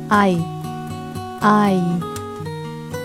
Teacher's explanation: I 念慢一点呢，就相当于从啊这个音过渡到 i 这个音 · Term: 双元音